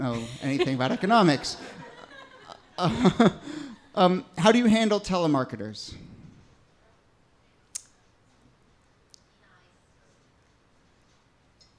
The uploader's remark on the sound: here's a bonus full episode from one of our recent favorite live shows